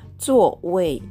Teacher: ZUO 第4世プラス WEI 第4世の組み合わせになります。どちらも上から下に急降下する音